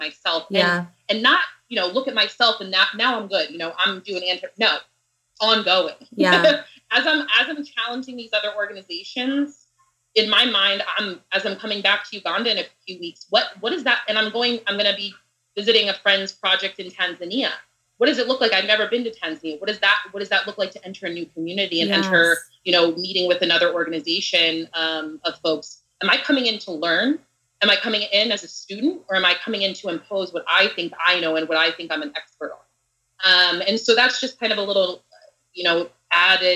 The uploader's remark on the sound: this podcast was recorded last year over skype, so the sound quality is not as good as previous episodes.